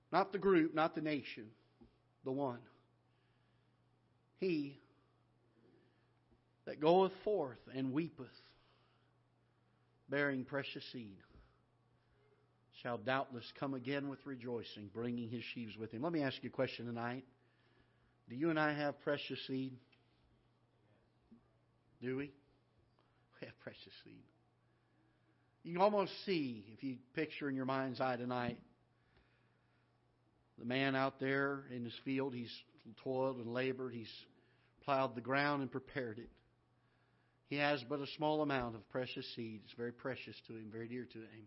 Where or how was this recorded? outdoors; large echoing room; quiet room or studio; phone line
large echoing room